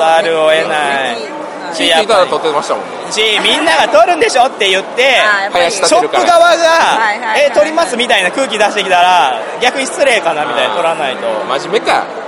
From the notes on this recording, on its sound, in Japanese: 第5回ボードゲームフリーマーケット in 新大阪｣に遊びに行ってきました！歩いて収録しました！